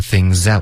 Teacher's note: things 跟 out 要连读 things out, out 的特省略 things outfor you, for 呢我们就弱读成 for、嗯、 I could even things out for you.